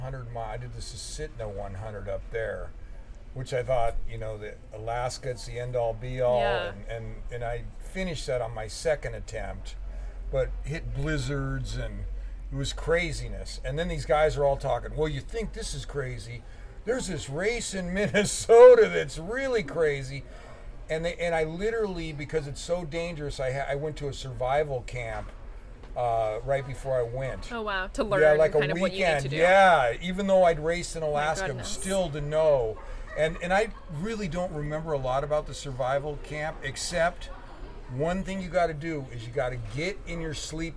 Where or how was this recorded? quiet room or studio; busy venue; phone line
busy venue